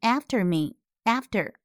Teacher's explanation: 发的是四号元音，也就是，也就是嘴型较大的 a